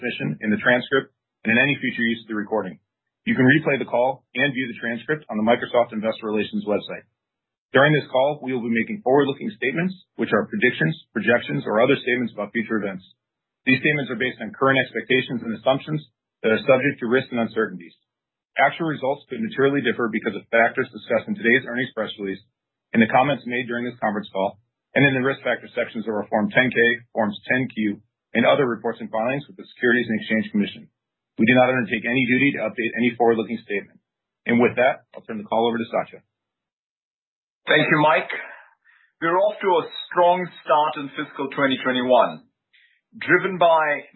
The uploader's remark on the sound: Conference Call